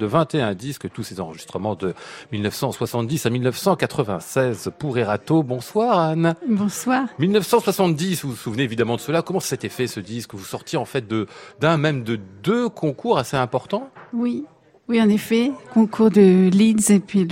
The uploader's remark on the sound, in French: En direct et en public depuis l'Hôtel Bedford